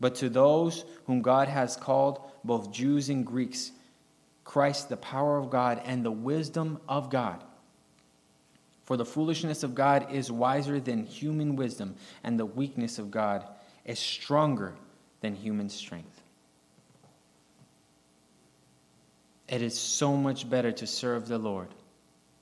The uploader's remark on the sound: recorded on May 20, 2023, at Ringgold Seventh-day Adventist Church